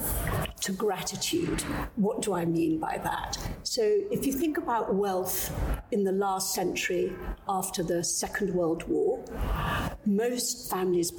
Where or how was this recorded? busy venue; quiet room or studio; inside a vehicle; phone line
busy venue